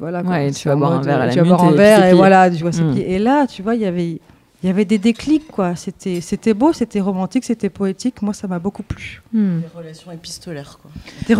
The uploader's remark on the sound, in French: Enregistré à la Cité Fertile mercredi 10 juin